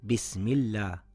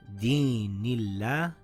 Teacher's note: If the letter before the name of Allah has a kasra, then the lam on the name of Allah subhanahu wa ta'ala will be pronounced in a thin sound. For example, this word has a kasra before the name of Allah.